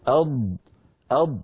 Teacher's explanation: بينا بأن الضاد تخرج من حافة اللسان يعني لما هذا اللسان لما يقول الإنسان أض فيقرع بلسانه غار